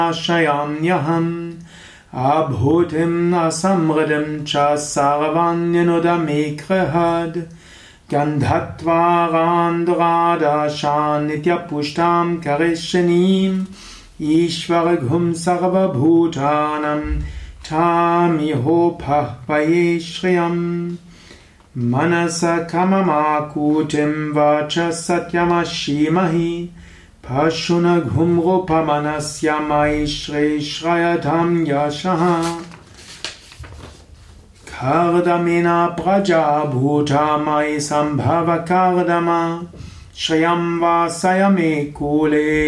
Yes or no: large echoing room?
yes